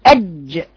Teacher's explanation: الجيم ما فيهاش ابدا جريان هوا، ده فيها حرف ايه شديد بقفل اج، فيها جهر يعني كتم نفس، فيها شدة.